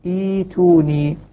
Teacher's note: تبدل الهمزة الساكنة حرف مد من جنس ما قبلها فنقول إيتوني طيب.